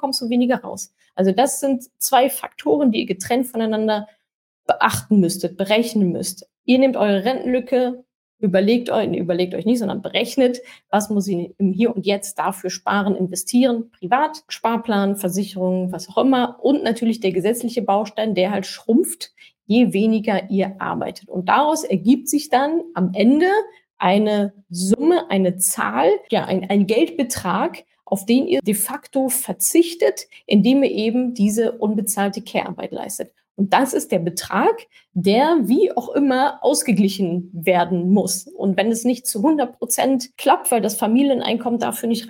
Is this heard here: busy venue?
no